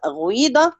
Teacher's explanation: وهي الكسرة المشمة صوت الضمة